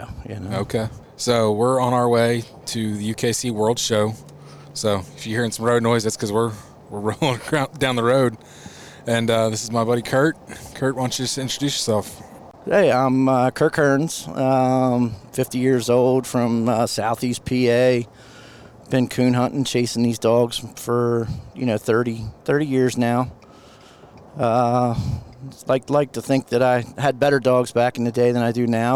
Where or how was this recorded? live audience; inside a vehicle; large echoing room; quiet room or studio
inside a vehicle